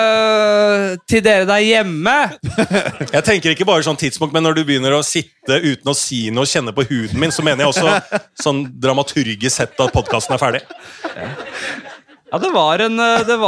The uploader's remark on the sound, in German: Live-Podkast. På Parkteatret i Oslo.